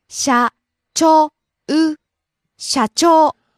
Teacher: Rising on the second syllable, cho.